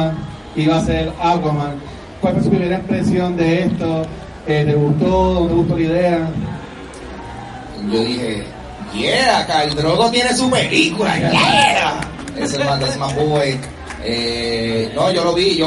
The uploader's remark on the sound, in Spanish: Grabación EN VIVO del panel. Que se llevo a cabo en la tienda Microsoft Store de Plaza las Americas.